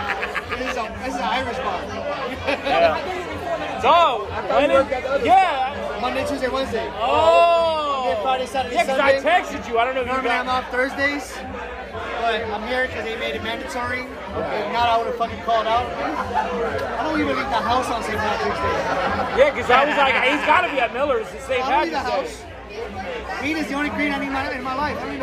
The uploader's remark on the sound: Live at JP Mulligans on St. Patty's day 2022